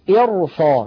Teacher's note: إرصا نفخم الراء مع أن قبلها كسرة، لكن لاحظوا الذي بعدها صاد مفتوحة